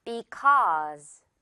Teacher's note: because 이렇게 또 어 발음 길게 끌어줍니다